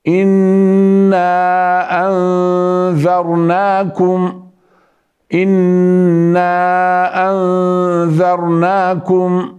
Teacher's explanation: إنا هنا أتينا بالنون نون مشددة لكن الثانية أتينا بغنة بلا نون